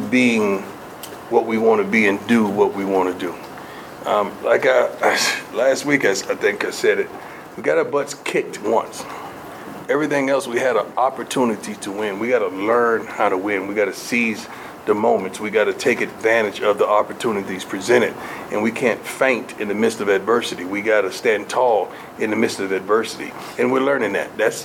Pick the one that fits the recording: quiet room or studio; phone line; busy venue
busy venue